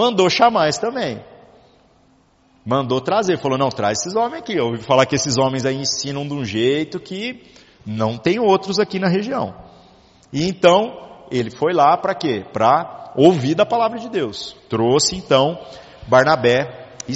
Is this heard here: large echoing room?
yes